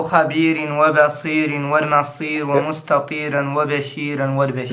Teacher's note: ترقق الراء، خبير لأنها وقعت قبلها ياء ساكن سكون ميت